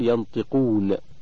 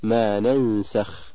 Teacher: فإن كان ما بعدها حرف استعلاء فخمت مثل ينطقون، وإن كان ما بعدها حرف استفال رققت مثل ما ننسخ · Term: الغنة